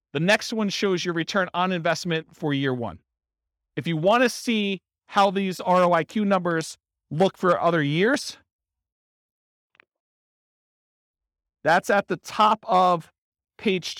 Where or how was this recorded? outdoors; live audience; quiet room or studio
live audience